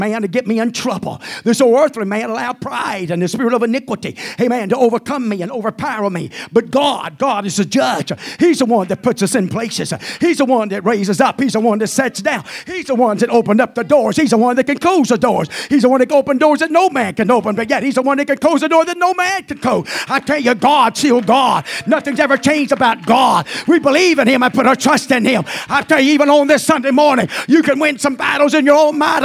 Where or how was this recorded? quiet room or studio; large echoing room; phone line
large echoing room